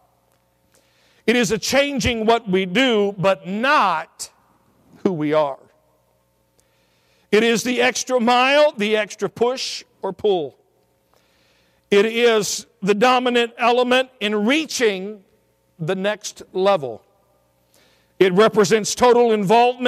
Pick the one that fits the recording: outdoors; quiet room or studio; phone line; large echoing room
large echoing room